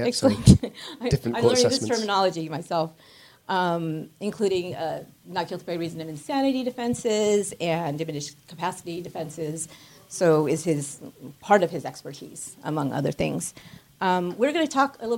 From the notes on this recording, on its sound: LIVE in London. You’ll hear the live show from CrimeCon UK in London.